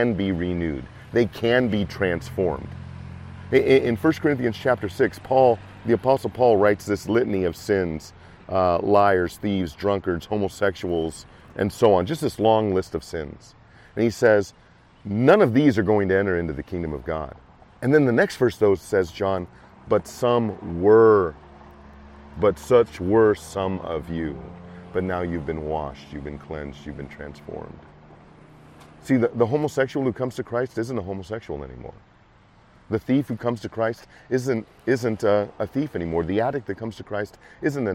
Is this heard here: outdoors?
yes